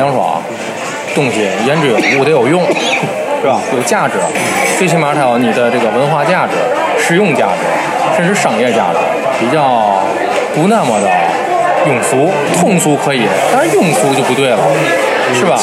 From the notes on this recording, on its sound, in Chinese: 所在地点：国内。本期和下集内容，都是在天津五大道的一家咖啡馆内开放性录制，用的就是天津话。